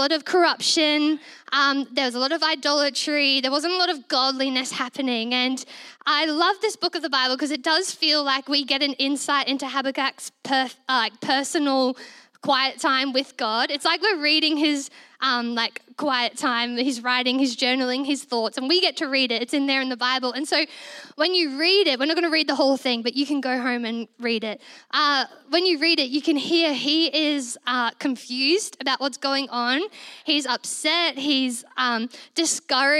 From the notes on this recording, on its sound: This was recorded in our Melbourne East service